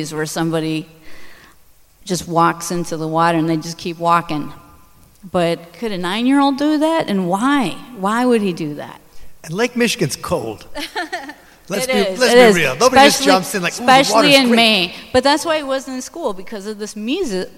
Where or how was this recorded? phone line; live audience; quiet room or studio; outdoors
live audience